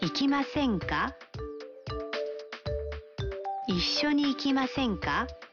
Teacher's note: Sentensi hiyo imeundwa kwa kubadili masu ya kitenzi cha umbo la masu na kuwa masen, kisha kuongeza ka mwishoni na kupandisha kiimbo